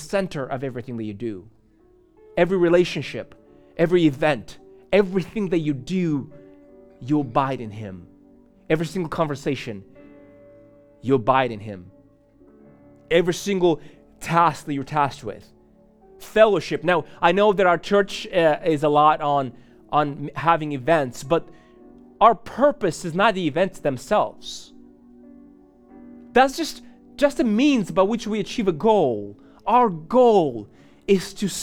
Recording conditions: large echoing room